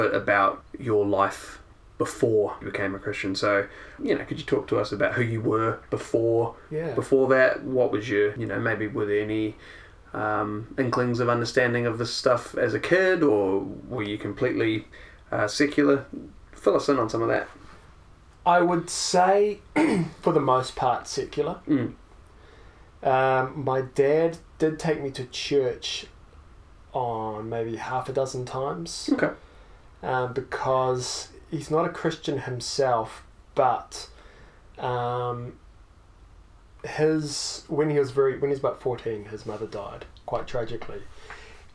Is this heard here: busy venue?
no